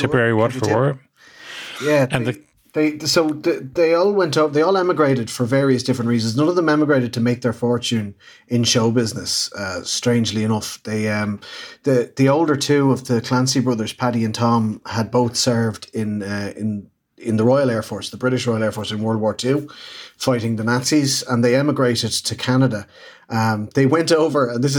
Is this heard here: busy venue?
no